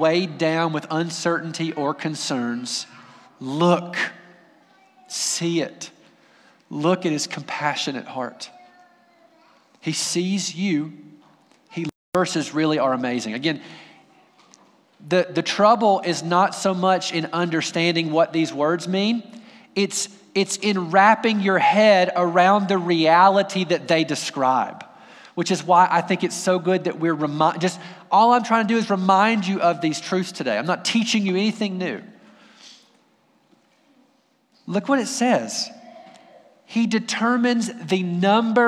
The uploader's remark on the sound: Audio from our final service as Wardville Community Church before we move together to Alpine First Baptist Church.